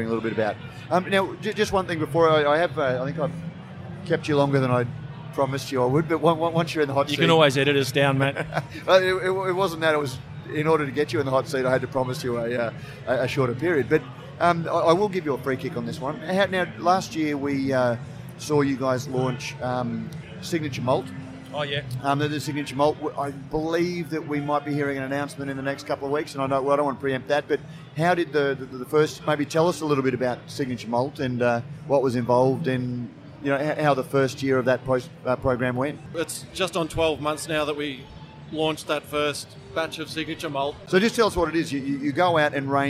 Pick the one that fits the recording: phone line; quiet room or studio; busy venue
busy venue